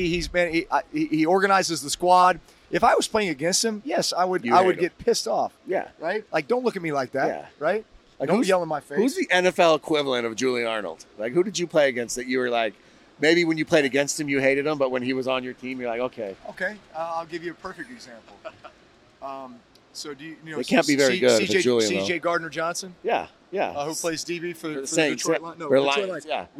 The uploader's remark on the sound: Live From Super Bowl LVIII